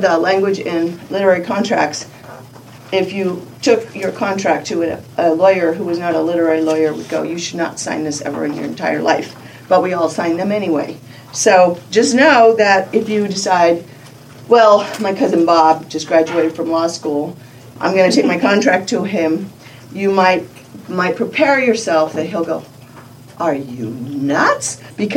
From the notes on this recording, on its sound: Part one of an excerpt from the lecture. Gave at Odyssey in the summer of 2013.